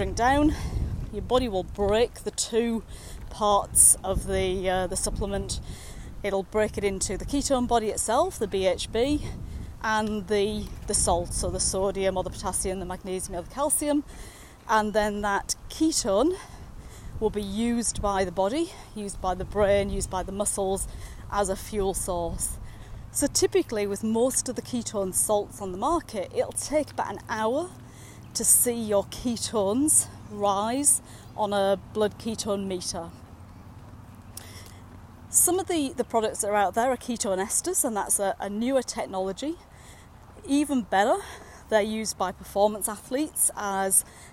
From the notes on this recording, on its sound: recorded during daily walks